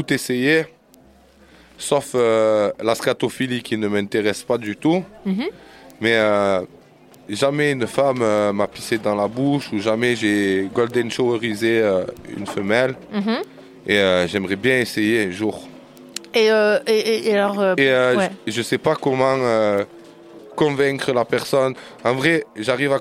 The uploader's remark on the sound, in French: La cabine SEXO-RADIO fut construite lors d'un festival ardéchois, en plein cœur du pôle sexualité. Ce dernier un peu excentrée des scènes musicales. Le concept: une petite pièce ambiance lumière tamisée, un micro, une chaise, un casque.